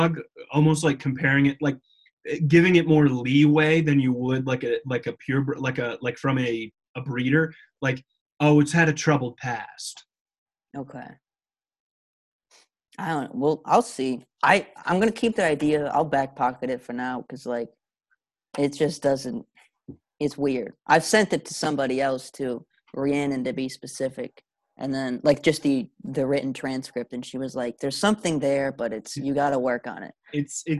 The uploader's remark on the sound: You Took It Too Far tries Zoom!